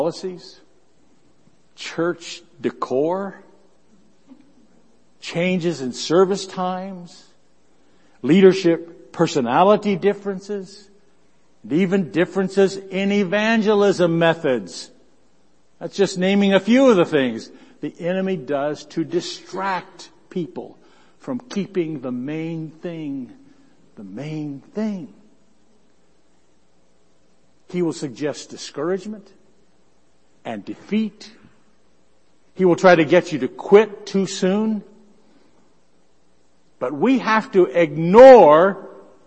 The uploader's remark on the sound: Worship Service